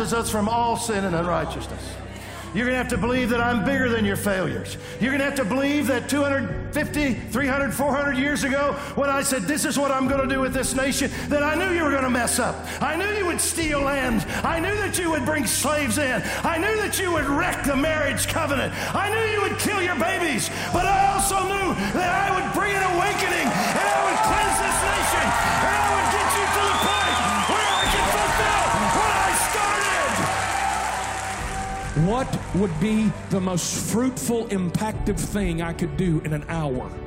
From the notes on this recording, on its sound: During an “Appeal to Heaven” conference at Church of His Presence, in Daphne, Alabama